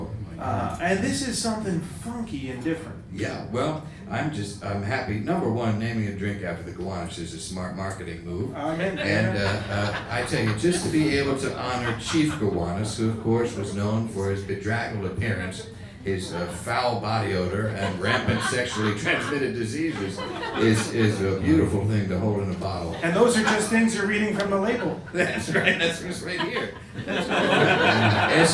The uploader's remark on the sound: An amazing live episode. Recorded at Union Hall in Brooklyn.